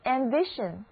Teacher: 注意字母 A 的读音是梅花 A，整个单词的重音在第二个音节上